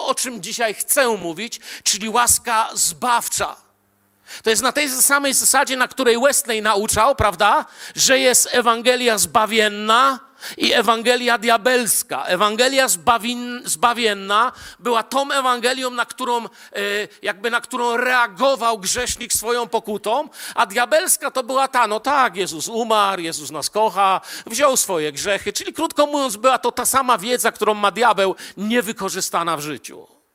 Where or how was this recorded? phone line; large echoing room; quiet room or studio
large echoing room